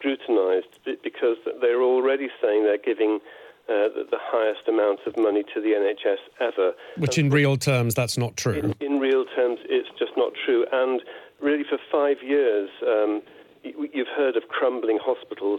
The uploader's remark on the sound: on the phone